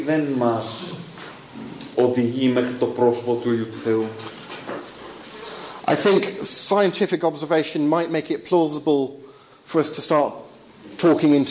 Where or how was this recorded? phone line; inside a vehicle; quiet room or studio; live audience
live audience